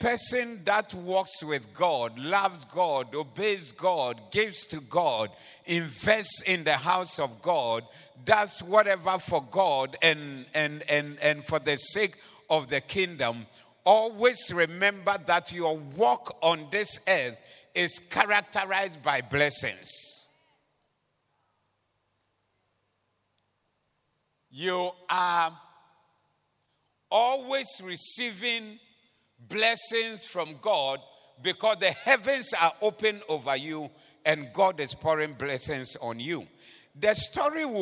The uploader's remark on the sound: Preached at the Doxa Service